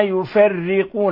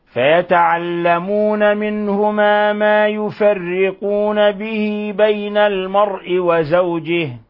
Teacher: رققنا الراء، يفرقون لأن الراء مكسورة كسرا لازما، كسرا لازما يعني كسر مباشر وقع على الراء فترقق الراء لذلك، فنقرأها هكذا.